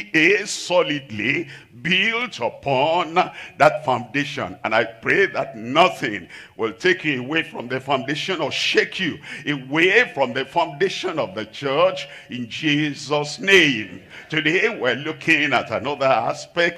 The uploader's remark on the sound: live from Asaba, Nigeria